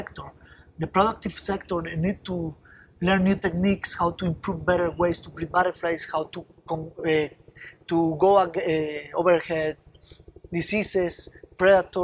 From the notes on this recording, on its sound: We visited him in his live butterfly exhibition on the university campus. It was, as you would expect, a little noisy, being in the middle of the big city, San José, but in our little pocket of paradise, we were surrounded by the most beautiful butterflies and jungle sounds.